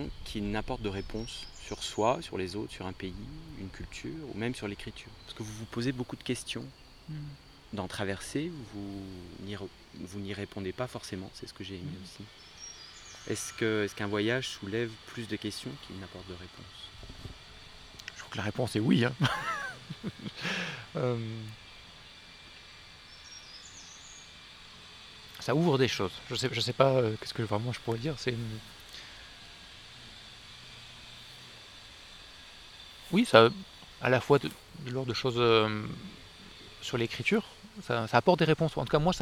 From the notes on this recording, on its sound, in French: 8ème festival « LA MANUFACTURE D’IDÉES » près de Mâcon. Nous avons enfin réussi à nous croiser au beau milieu de la campagne bourguignonne. Au pied d’un cèdre dans le parc du château d’Hurigny et dans les vignes aux alentours.